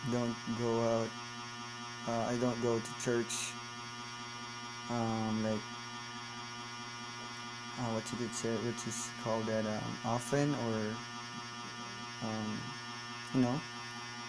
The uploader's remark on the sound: sorry for the background noise its my ceiling fan